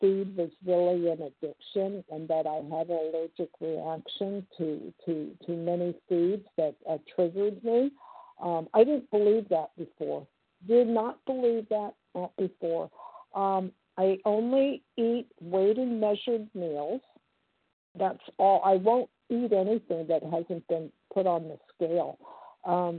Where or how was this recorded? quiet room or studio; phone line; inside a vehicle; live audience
phone line